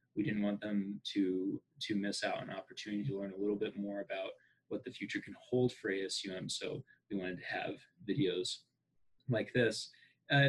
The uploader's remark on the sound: over zoom